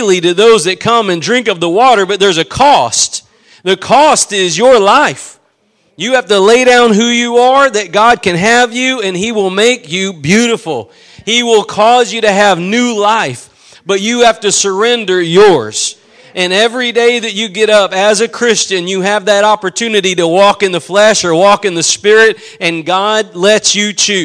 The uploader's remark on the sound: Preached at Gospel Lighthouse in Bossier City, La.